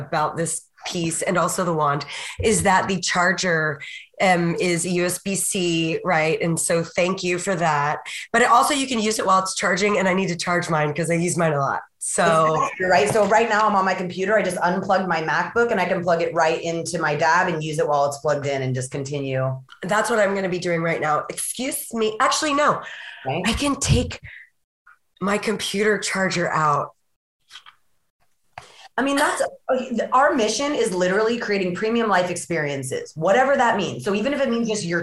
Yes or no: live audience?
no